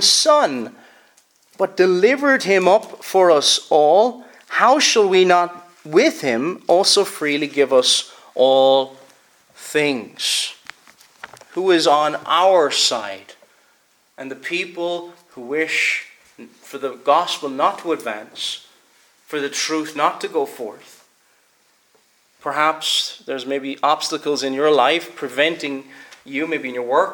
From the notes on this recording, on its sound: Preached at Kilmuir - Stenscholl -Staffin- Free Church -Continuing